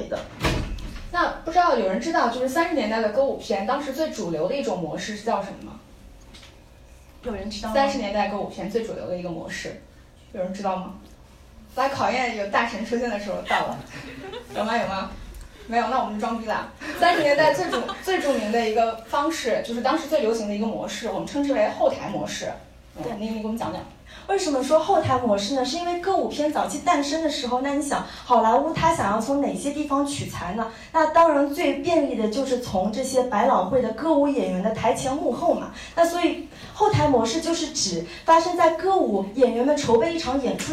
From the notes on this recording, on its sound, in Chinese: 本期节目为《电影聊养院》线下讲座